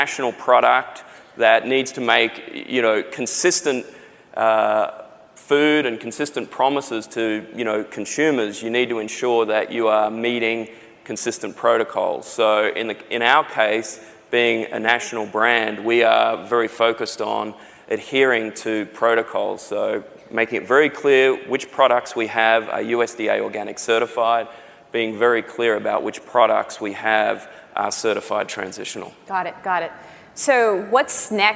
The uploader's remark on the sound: The best of live interviews from GreenBiz events.